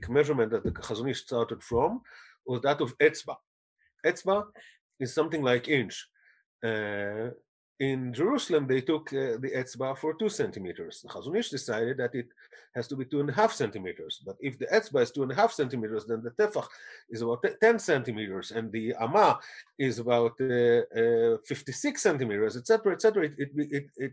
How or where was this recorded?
video call